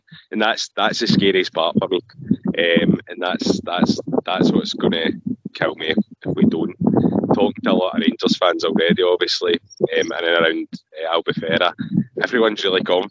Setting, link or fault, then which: setting, inside a vehicle